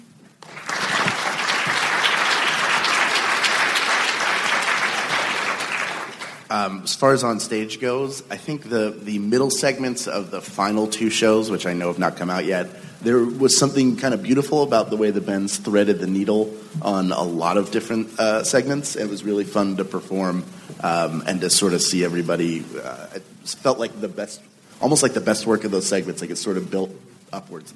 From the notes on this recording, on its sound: The TAH Panel from C2E2. Recorded Live 4/27/2015 at C2E2, Chicago.